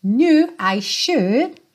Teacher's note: o K é mudo e tem um biquinho que é quase francês